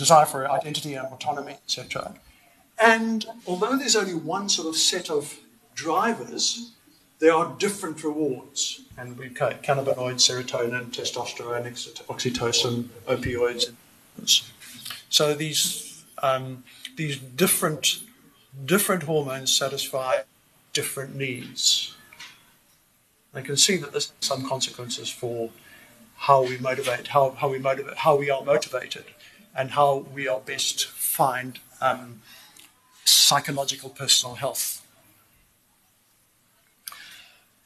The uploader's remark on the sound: Held at JHB: Auditorium, Mutual Place, Sandton on 25 September 2019